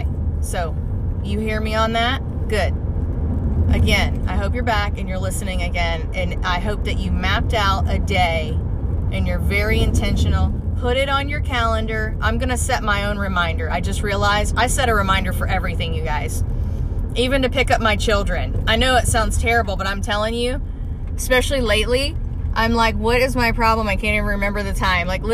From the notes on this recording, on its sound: Car recording 2. I love doing these car recordings.